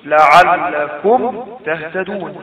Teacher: فقلنا مثال الإظهار الشفوي لعلكم تهتدون، لعلكم تنتهي الميم ساكنة وتهتدون بعدها تاء وهي ليست باء ولا ميم، يبقى إظهار شفوي فوقوع التاء الساكنة بعد الميم الساكنة يحدث إظهار للميم وبيان لها دون غنة